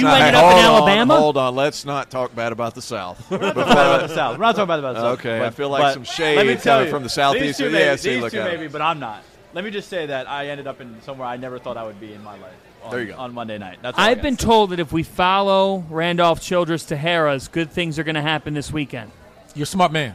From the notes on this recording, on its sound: FIELD OF 68 LIVE! From Gordon Biersch!